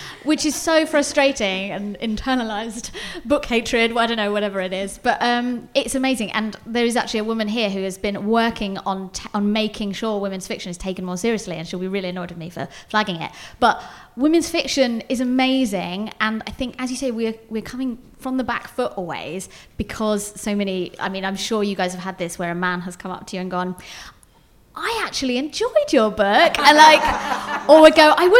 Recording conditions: live audience